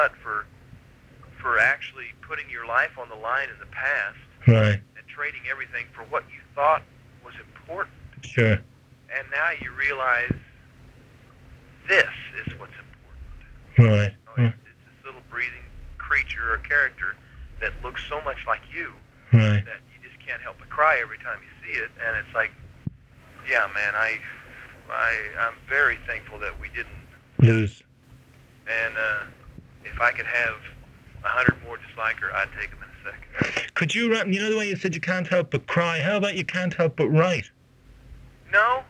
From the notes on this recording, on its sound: This is a phone interview we did for The Irish Times.